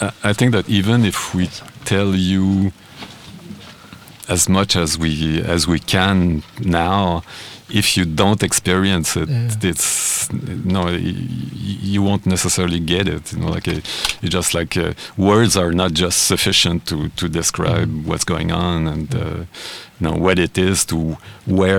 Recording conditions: inside a vehicle